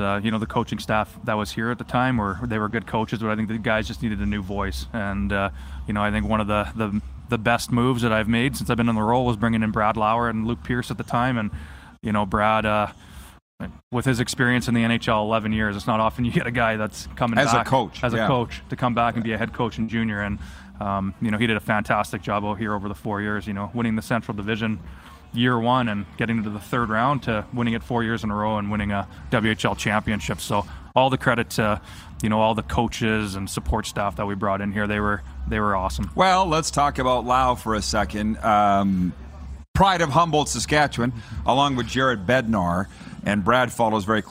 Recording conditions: busy venue